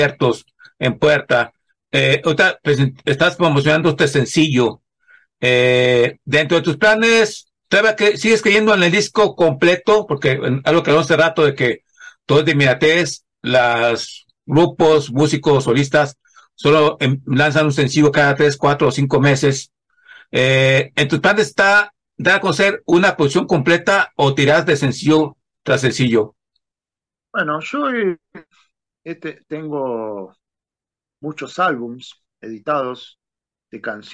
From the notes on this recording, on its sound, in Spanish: Charlamos via zoom